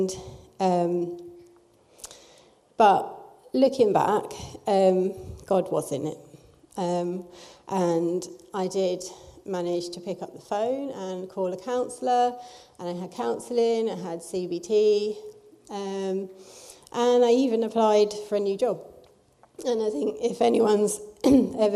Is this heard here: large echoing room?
yes